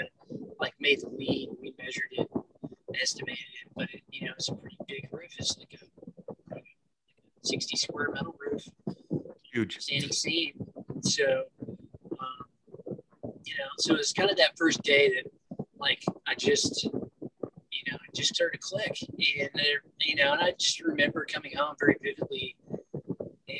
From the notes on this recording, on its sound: I apologize about the audio quality.